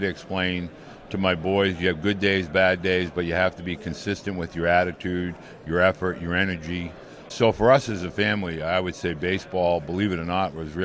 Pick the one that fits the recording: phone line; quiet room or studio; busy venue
busy venue